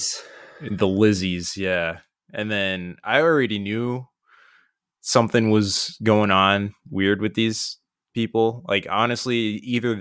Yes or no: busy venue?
no